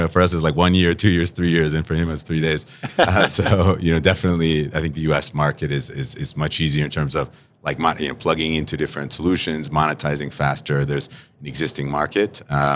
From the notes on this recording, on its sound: We sat down to record this episode live at Money/2020 Las Vegas - the Super Bowl of fintech!